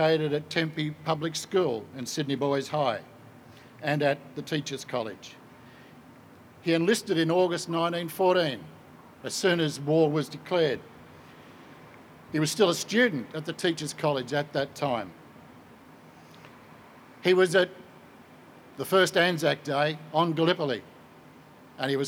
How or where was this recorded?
outdoors